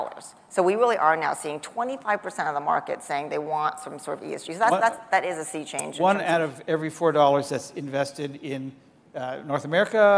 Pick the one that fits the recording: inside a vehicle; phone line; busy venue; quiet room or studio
busy venue